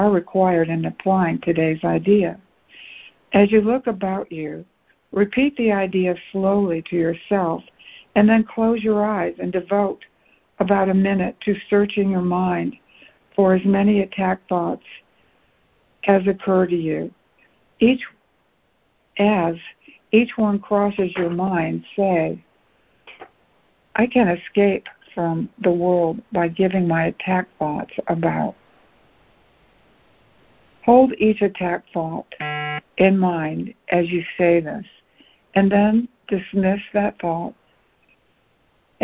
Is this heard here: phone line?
yes